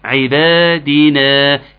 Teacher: عبادنا، كان في مدين طبيعي متساويين